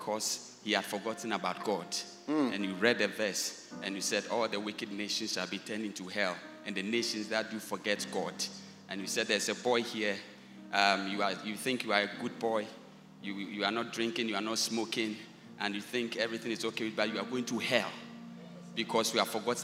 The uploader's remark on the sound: Preached at the First Love Church Experience Service